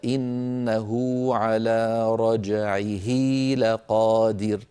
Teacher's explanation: أشبعنا ضمة الهاء في إنه حتى تولد منها واو لفظية تنطق ولا تكتب في الخط، لذلك ألحقها علماؤنا في المصحف الشريف. · Term: مد الصلة